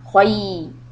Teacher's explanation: Kha fatha ya. This is mad lean. And the sound goes from a to e.